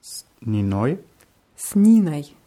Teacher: Die Betonung ist wieder auf I, also wird Oi eher wie Ei ausgesprochen.